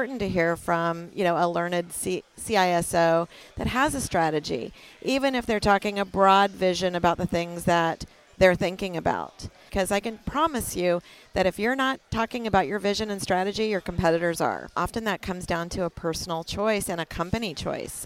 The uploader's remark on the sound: conducted live at RSA 2023